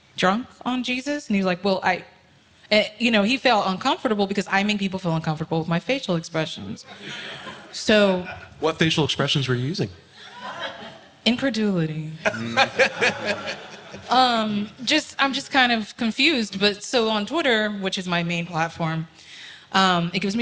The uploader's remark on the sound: Location: Nashville, Tennessee. The panelists address questions submitted by the SE Community and live audience members at NaNoCon 2019.